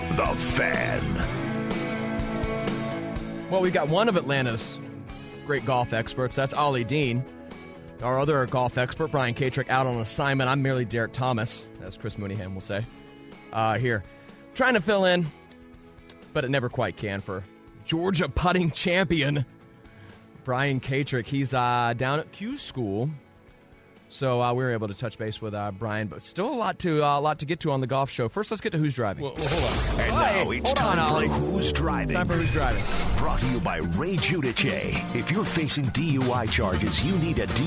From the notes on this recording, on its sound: on the phone.